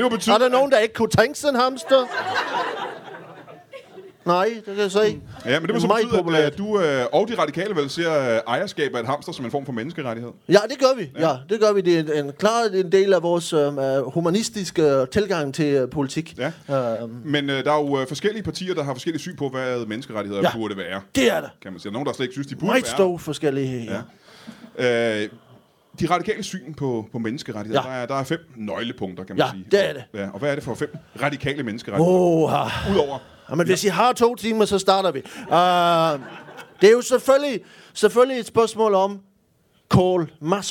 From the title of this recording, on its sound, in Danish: Live fra HCA Festivals